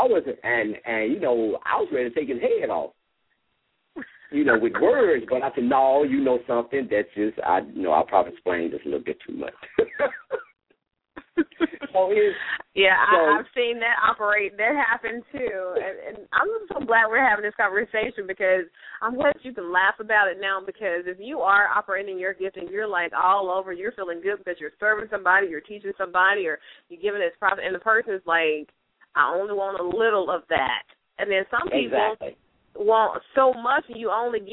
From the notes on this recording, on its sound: LML uses a progressive live call in format.